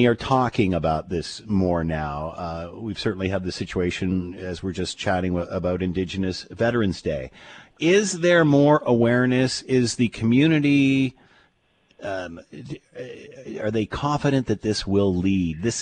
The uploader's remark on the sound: hops on the phone